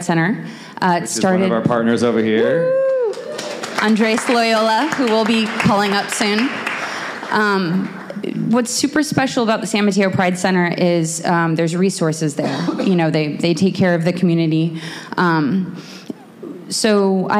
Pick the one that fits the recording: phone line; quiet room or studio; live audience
live audience